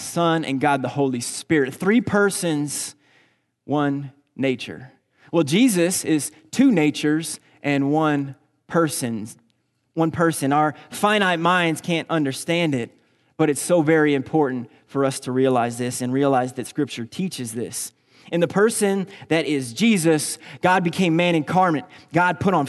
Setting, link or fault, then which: setting, large echoing room